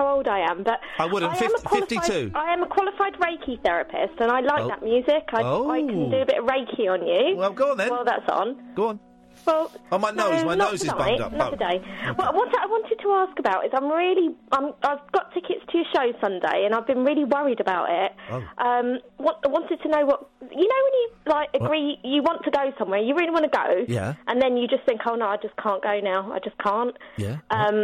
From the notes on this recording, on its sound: hands the show over to the callers